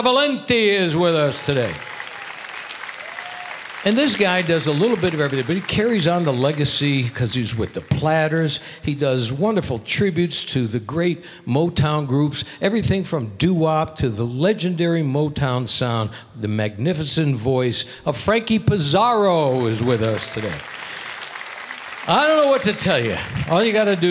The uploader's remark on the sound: Live at the South Point Casino